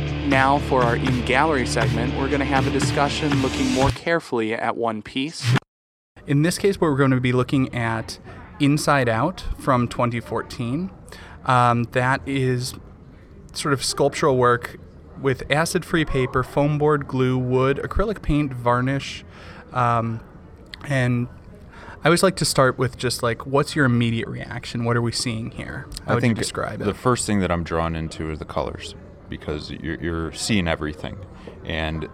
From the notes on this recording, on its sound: we decided to record a quick episode while we were setting up an art show at city hall